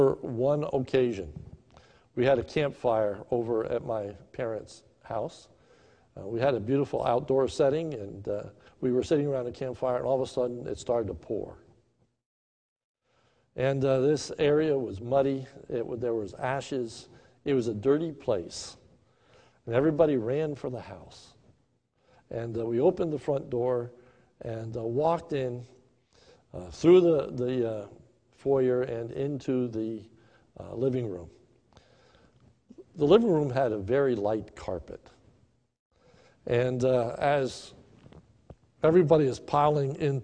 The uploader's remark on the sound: recorded live at the Lebanon Bible Fellowship Church in Lebanon, PA on 6/7/2020 at 10:45am